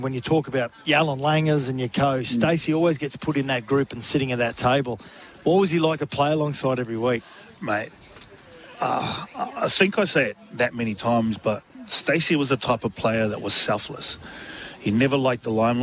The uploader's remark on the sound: live from the BIG4 Caravan Park in Helensvale